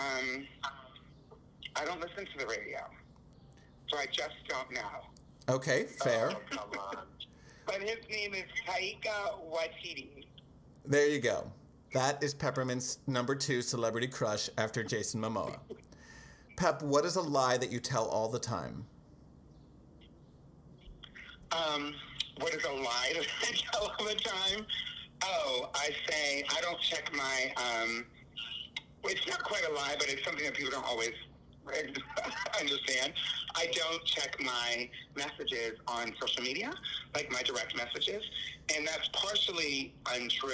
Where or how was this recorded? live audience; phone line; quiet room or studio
phone line